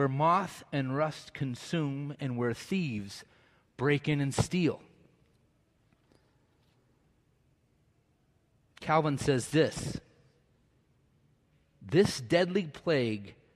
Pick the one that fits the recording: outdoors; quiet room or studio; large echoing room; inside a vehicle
large echoing room